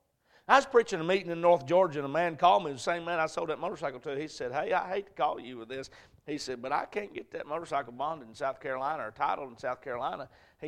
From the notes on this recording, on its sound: A message preached at Crossroads Baptist Church